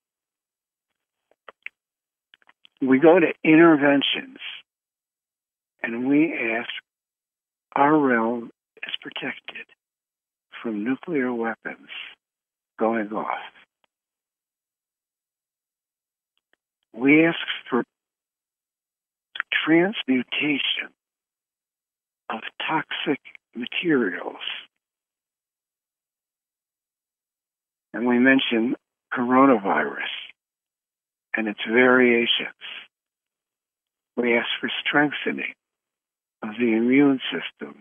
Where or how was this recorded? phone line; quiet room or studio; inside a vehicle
phone line